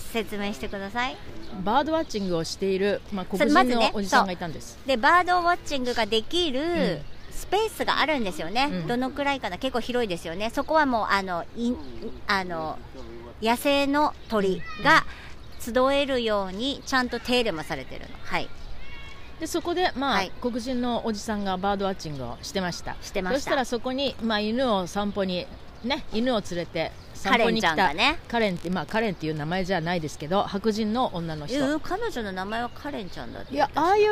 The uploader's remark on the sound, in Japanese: 初めての外収録、セントラルパークからお届けしています。緑に満ちてきたニューヨーカーの憩いの場セントラルパークはマンハッタンのど真ん中59streetから110streetまで、その面積は843エーカー 。